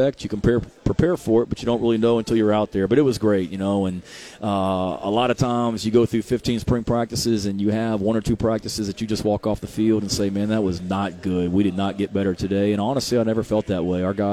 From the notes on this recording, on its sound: Live from media row at SEC Media Days.